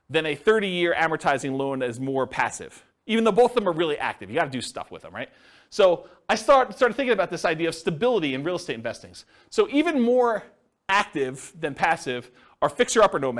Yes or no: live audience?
yes